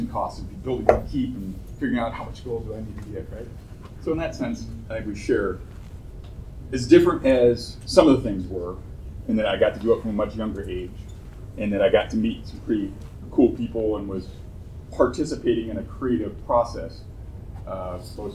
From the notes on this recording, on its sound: Recorded live at Tucson Comic-Con.